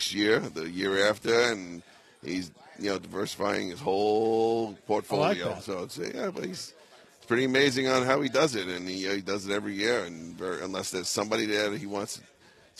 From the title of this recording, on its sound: Live From Radio Row